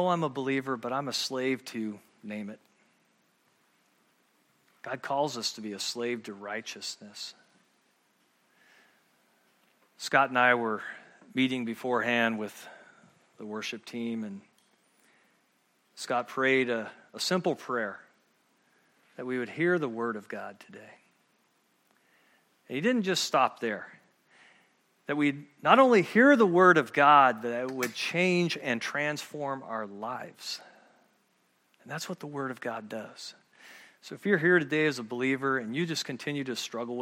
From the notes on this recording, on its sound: at Murrieta Valley Church in Murrieta, California.